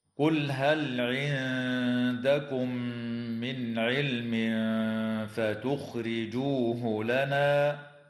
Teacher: اللام في كلمة قل تسمى لام الفعل، وقد وقعت قبل الهاء هنا فحكمها الإظهار